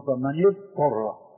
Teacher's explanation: اليوم المصريون وغيرهم يقولون فمن يضطر فكأنهم أضغموا الضاد بالطاء بينما الضاد حرف رخو والطاء حرف استعلاء فأدغموا الضاد الرخوة بالطاء